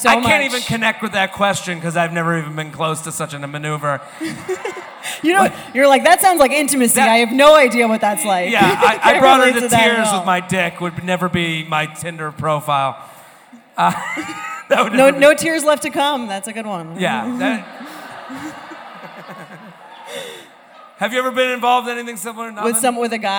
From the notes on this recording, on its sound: Take the show on the road for a very special bonus episode recorded live at Murmrr Theatre in Brooklyn.